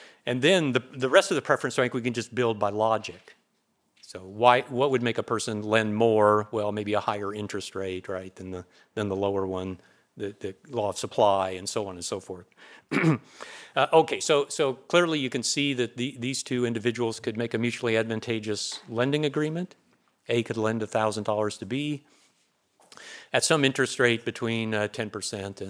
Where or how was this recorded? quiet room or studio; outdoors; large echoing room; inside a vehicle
large echoing room